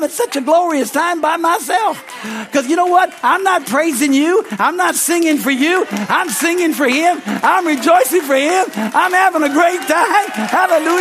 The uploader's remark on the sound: is from the Sunday service on December 17, 2023 at Harvest Bible Church in Stockton, California.